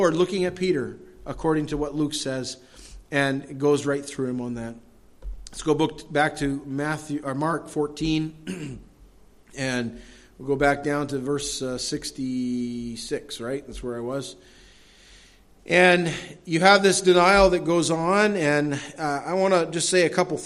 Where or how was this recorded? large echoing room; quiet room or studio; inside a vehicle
large echoing room